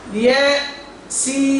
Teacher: يقرأ بالسكت ياسين، يعني الياء وحدها والسين وحدها